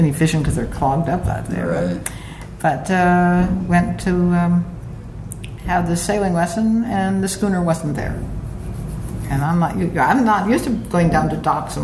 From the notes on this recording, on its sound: while at the Port Townsend Wooden Boat Festival